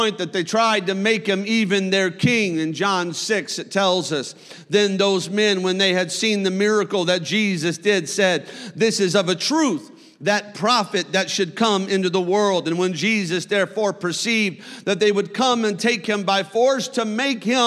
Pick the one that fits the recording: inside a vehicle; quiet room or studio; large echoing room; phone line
large echoing room